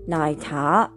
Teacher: ないというのが低く沈む音。そして、たが下から上にずり上がる音になります